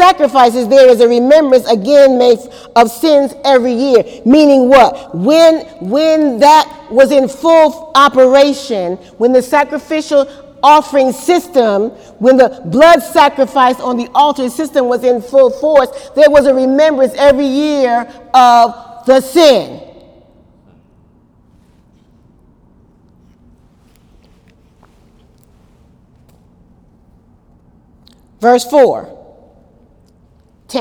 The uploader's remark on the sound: During Wednesday night service on April 11, 2018